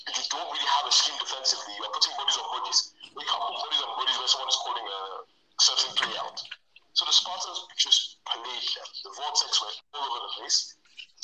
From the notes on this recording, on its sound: apologies on the audio glitches